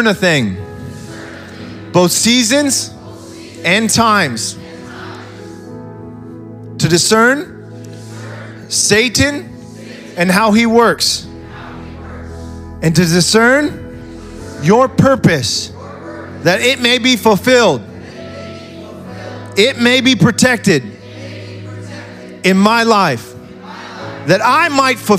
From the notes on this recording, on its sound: SOZO Church Belfair. SOZO Church, Belfair Washington.